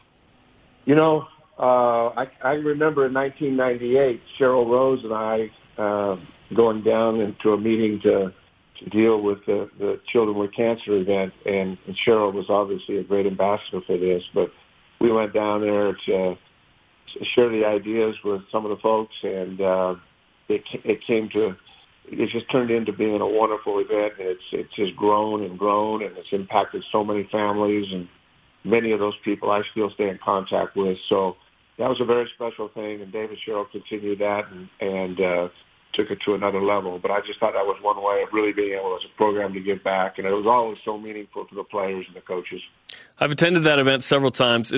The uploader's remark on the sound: joined in on the phone